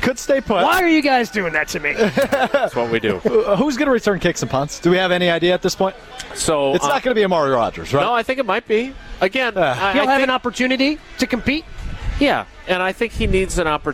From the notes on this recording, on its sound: live from Summerfest